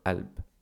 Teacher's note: in spoken, we don't need to pronounce the qaf, we say alb